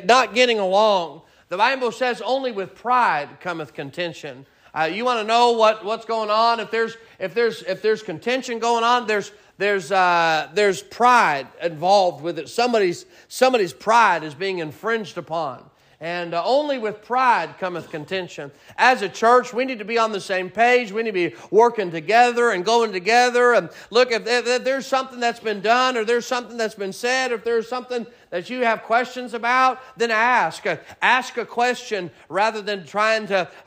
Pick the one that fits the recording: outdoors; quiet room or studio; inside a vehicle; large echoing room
large echoing room